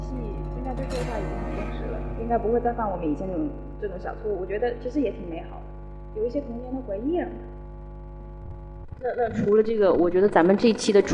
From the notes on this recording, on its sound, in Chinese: 今天的录音有点技术失手，各位听觉恐怕要吃点力了